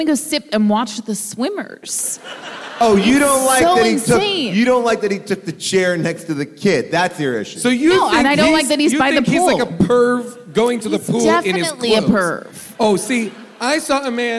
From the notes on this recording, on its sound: Recorded live from San Francisco.